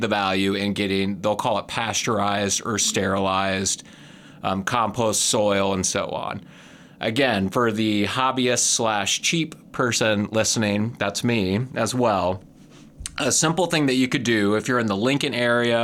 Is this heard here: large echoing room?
no